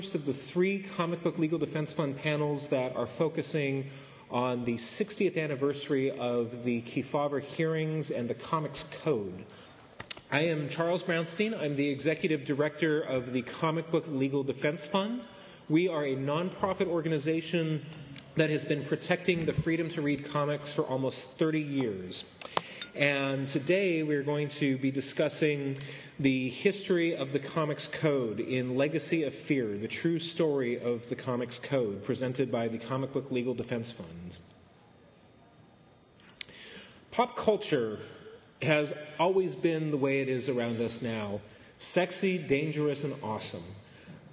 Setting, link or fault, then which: setting, live audience